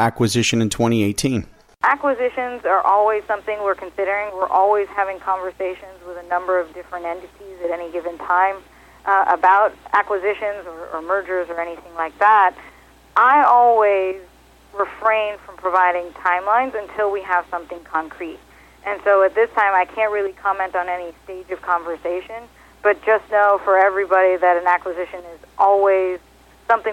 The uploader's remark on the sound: called in to SmallCapVoice